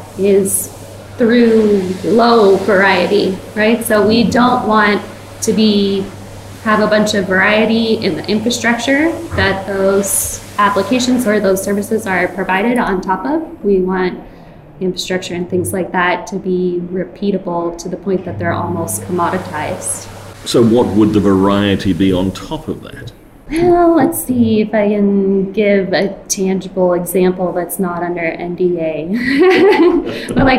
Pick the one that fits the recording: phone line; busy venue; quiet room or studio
busy venue